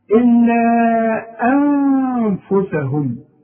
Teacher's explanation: أمد المد ده أربع حركات